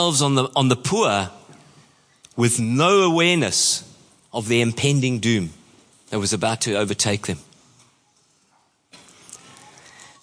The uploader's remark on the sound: Preached at Horsham Downs on 27/08/23.